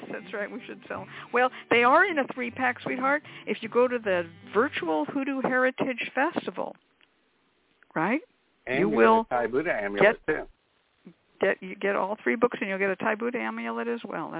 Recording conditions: phone line